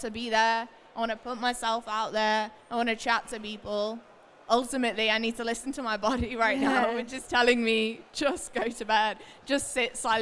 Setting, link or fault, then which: setting, live audience